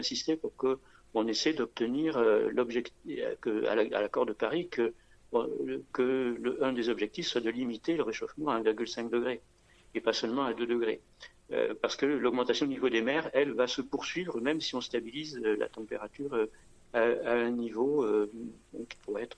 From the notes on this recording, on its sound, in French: Interview par téléphone.